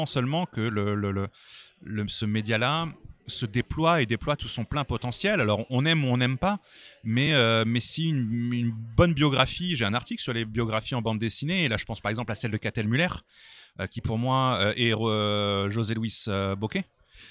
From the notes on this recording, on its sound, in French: Lors de la dernière édition du festival Quai des Bulles à Saint-Malo.